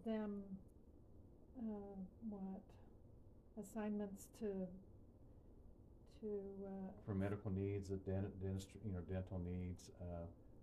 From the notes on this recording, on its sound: QUIET AUDIO ISSUES